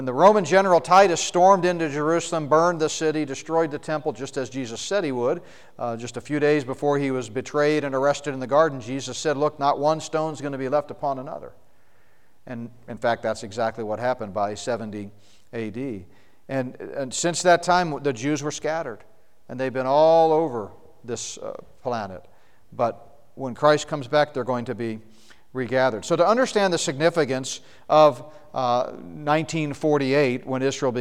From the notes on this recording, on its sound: session from the Prophecy Conference at Northstar Family Church in Flowery Branch, GA.